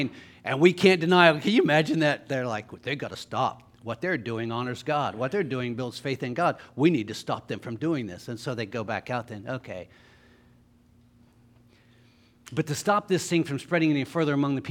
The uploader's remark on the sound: LIVE Services at Sunshine